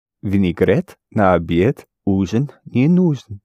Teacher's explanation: Different endings, in or yen, but they sound the same because they are both unstressed.